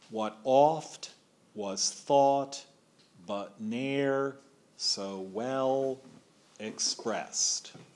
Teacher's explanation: The first syllable is unstressed, and the second syllable is stressed. · Term: iamb